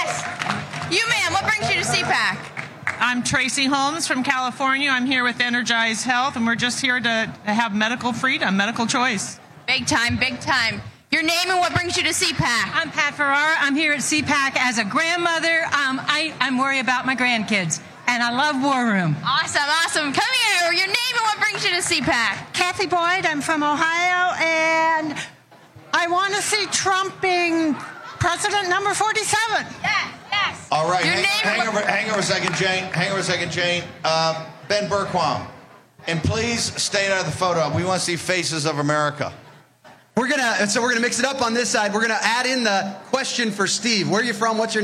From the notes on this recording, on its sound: Live From CPAC